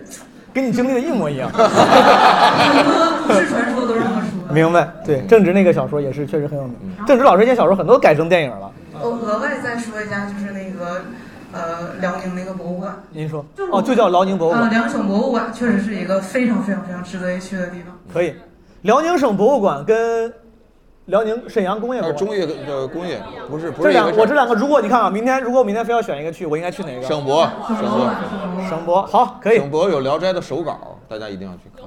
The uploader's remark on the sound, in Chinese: 这两期是同一次录制，因为音频时长过长，我们分成了上下两期。在大风天喜剧的剧场录制。